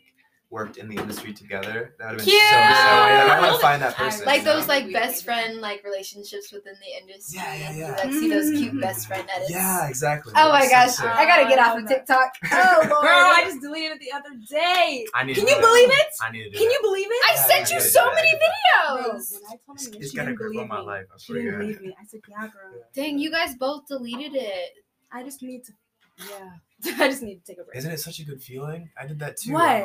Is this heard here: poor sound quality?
yes